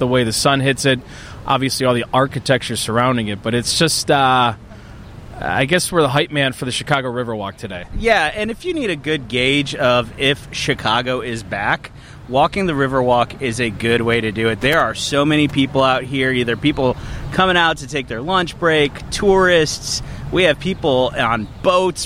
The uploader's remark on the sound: It was too nice outside to not record a podcast on the Chicago Riverwalk. Found a spot in the shade. Enjoy the natural sound along the river.